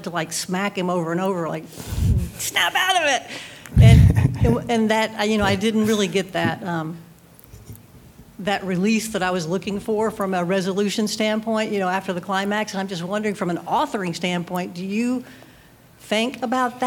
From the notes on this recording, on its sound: taped live at the Miami Book Fair